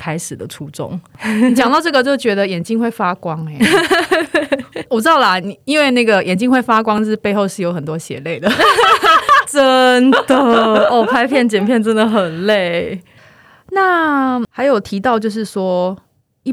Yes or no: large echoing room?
no